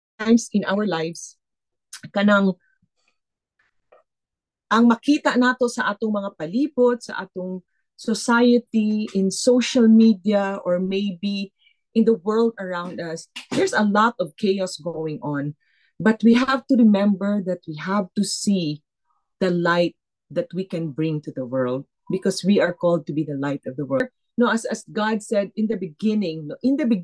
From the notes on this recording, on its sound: Footwashers' 2nd Zoom meeting.